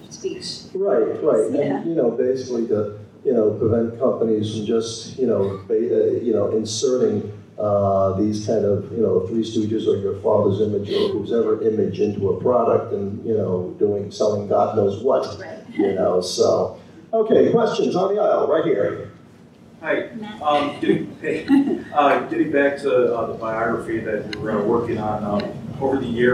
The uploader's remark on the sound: If you couldn't, check out this Q&A from Monster Bash.